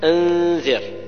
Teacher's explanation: أنذر النون الساكنة جاء بعدها الذال فيها الإخفاء